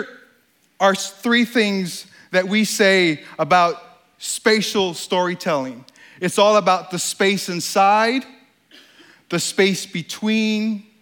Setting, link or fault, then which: setting, live audience